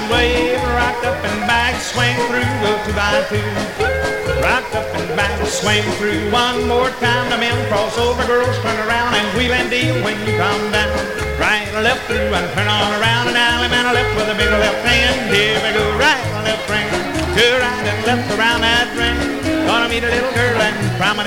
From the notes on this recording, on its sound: Track seven, record one from the 1964 Blue Star Jubilee Square Dance held in the Sam Houston Auditorium